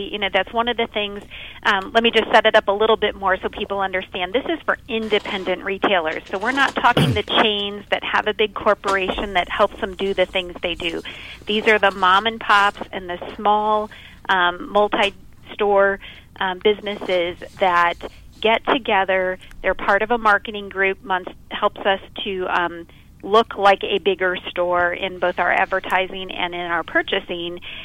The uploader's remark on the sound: calls in and talks about what is happening live at the Christian Product Expo.